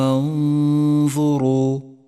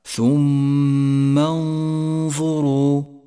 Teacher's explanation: ثم انتبه بعدها إلى حكم الإخفاء في كلمة ثم انظروا انظروا، النون الساكنة وبعدها حرف الظاء، والظاء حرف إخفاء، والواجب أن نخفي النون بحرف الظاء مع بقاء غنة للنون من غير تشديد للظاء